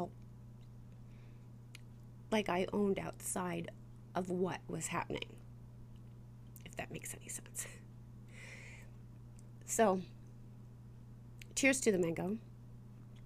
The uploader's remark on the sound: The sound is off, there is interference and I cry. This episode had so much technical difficulties.